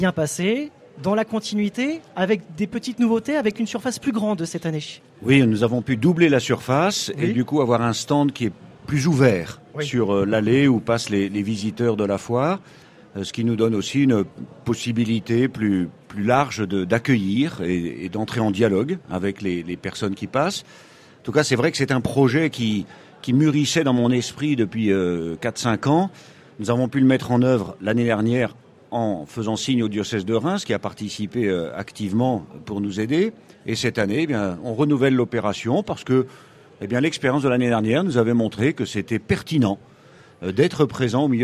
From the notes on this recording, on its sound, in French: RCF en direct de la 76e Foire de Châlons.